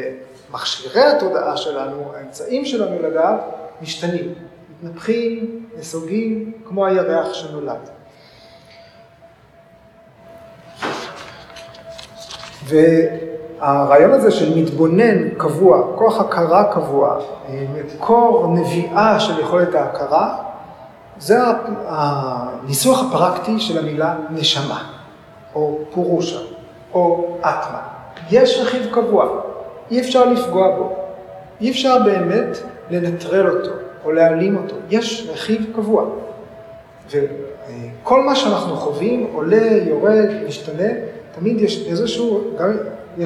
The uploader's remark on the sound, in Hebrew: כפי שהוקלטה במפגש בבית האמנים.